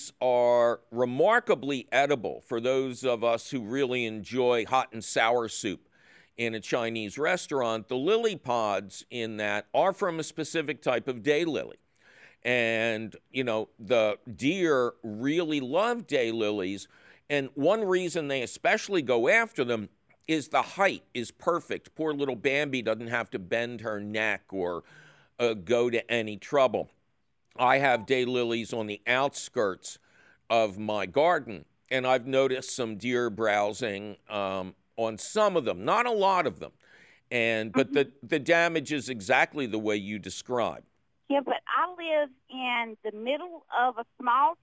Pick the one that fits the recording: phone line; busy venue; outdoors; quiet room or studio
phone line